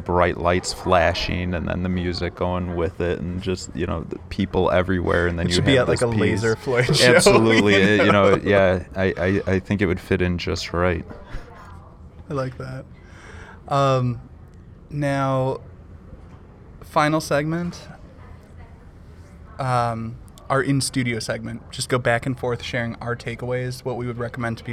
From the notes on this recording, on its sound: we decided to record a quick episode while we were setting up an art show at city hall